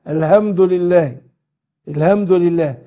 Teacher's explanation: هنا بعض من الأخطاء الشائعة واللي ينبغي الحذر منها، إن البعض بينطق الحاء هاء والهمد، وبالذات يعني كتير من الأعاجم اللي هم إيه مش عرب، فبينطق بيدخل يجي ينطق الحاء ينطق إيه هاء، الحمد لله الحمد لله.